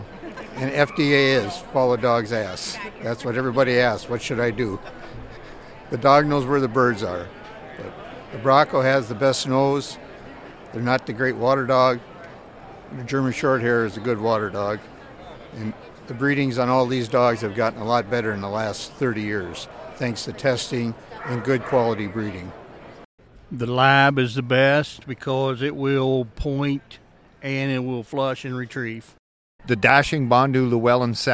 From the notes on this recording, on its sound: Live at Pheasant Fest. We put out a mic to strangers and asked some debated topics.